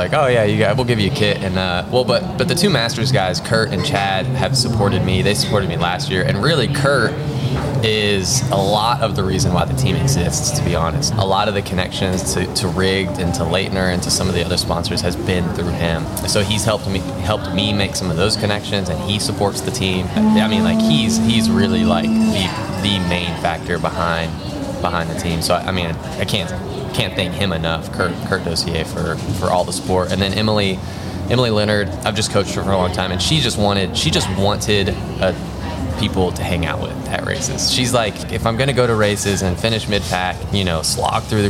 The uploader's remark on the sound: This episode was recorded at Nationals and we were unable to get a soundproof space. There are extra sounds of horns, cheering, and chatter. During the weekend of Cyclocross National Championships in Hartford, Connecticut.